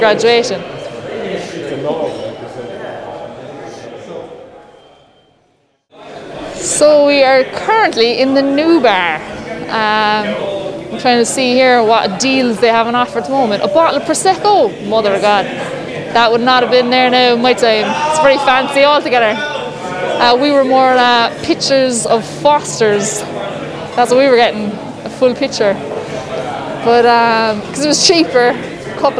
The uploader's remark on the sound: Walk & Talk